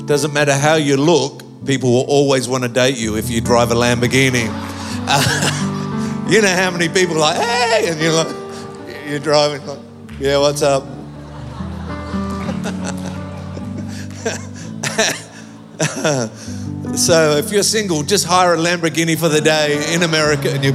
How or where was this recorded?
live audience